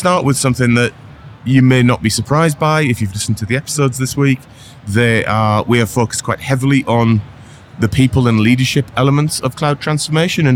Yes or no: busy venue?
yes